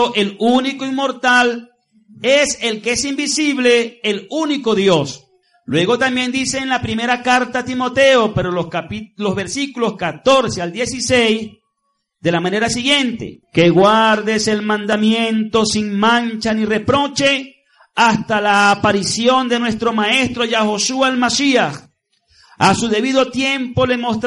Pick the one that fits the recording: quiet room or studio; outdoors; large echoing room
large echoing room